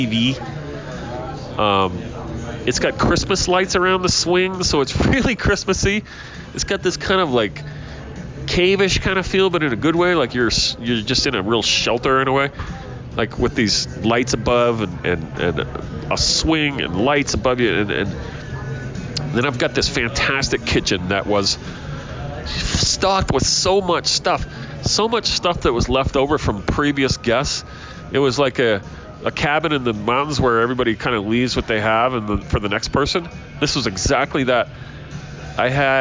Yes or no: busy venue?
yes